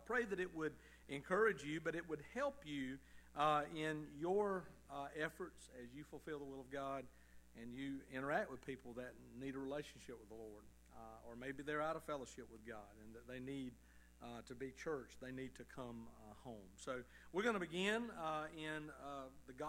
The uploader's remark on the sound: Evening service sermon of Liberty Baptist Church in Tifton, GA.